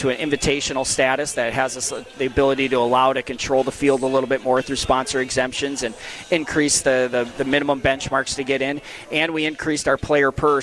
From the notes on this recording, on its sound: Live from the AMFAM Championship.